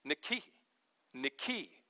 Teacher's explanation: Last syllable gets the accent and it's long.